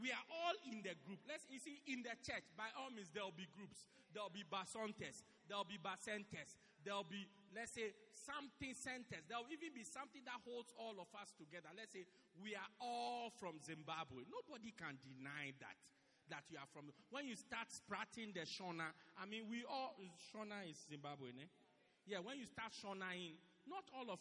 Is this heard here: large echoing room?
yes